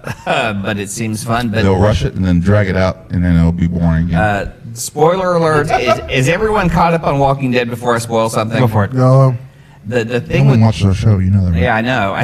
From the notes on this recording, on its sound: We were live at Who Needs Sleep 2017!